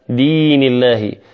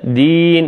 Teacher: فمن قال دين الله لم يمد، فلابد من المد والتمطيط هنا